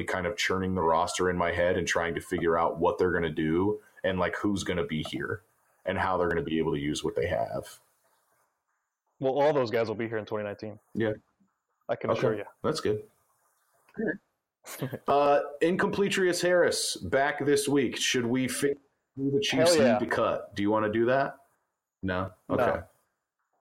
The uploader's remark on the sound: Apologies for any audio issues.